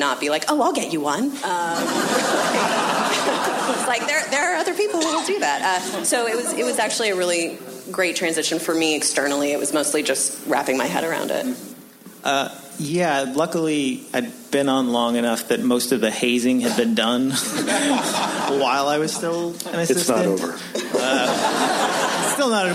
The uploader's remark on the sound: Recorded live at Largo at the Coronet on April 13, 2015.